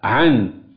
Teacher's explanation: بنظهر النون عن العين · Term: الإظهار